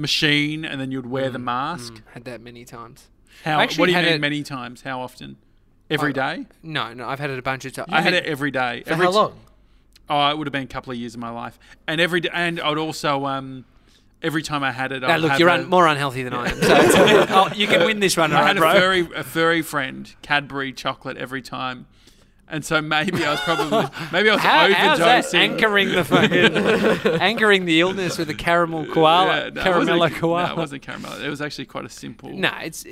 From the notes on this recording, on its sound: Today we're live from from The Deck in Geelong.